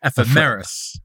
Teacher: Putting the stress on the meh